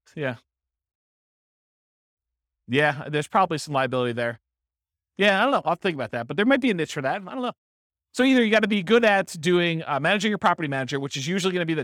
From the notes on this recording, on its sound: This was a live class recorded